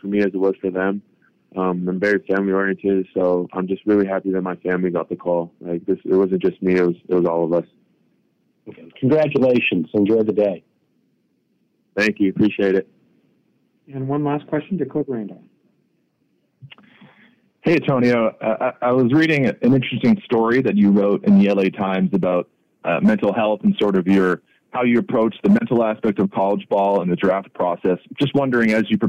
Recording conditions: phone line